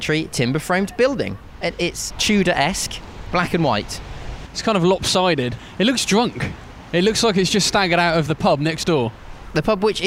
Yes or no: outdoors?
yes